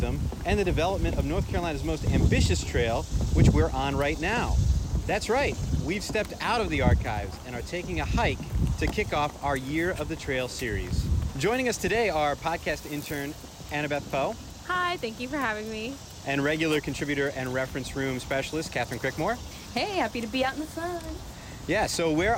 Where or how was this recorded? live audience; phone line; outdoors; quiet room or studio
outdoors